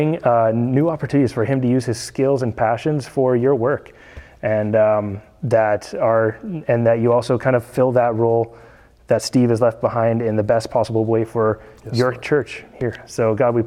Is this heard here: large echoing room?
yes